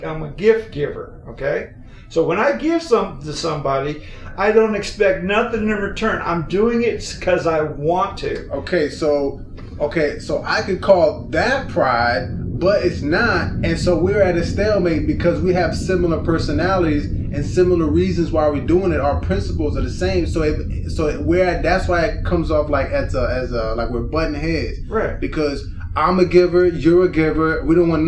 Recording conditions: poor sound quality